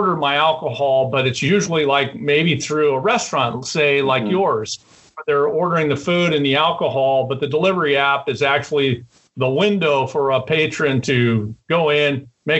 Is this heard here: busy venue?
no